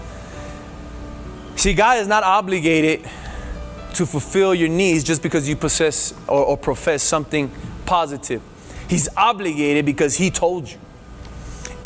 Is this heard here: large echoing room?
yes